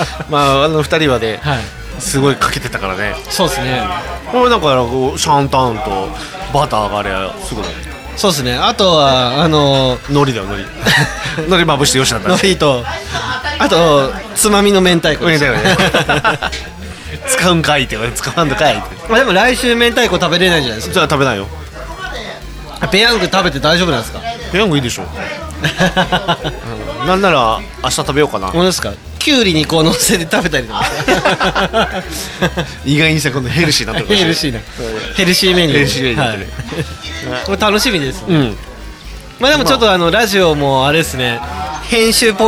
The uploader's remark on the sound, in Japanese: 愛知県東海市を中心に、お酒を呑みながらおじさんが喋るラジオ。今回は、東海市富木島町にございますキサイワ聖地の「とんちんかん」さんで収録！！